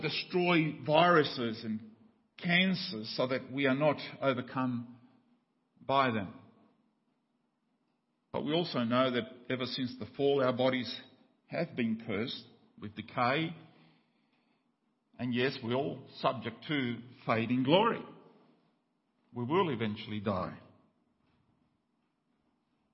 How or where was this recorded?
large echoing room